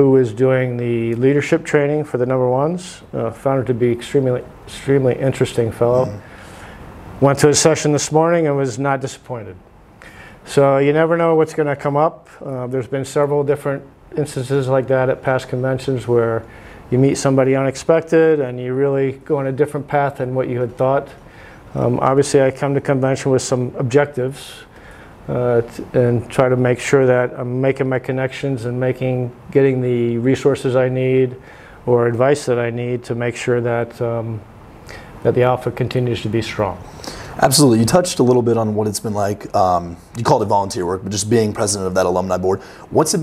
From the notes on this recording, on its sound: recorded at the 181st Convention in Lubbock, Texas